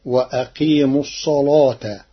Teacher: قرأ ورش كلمة الصلاة بتغليظ اللام لوجود الصاد المفخمة قبلها فتصير وأقيم الصلاة.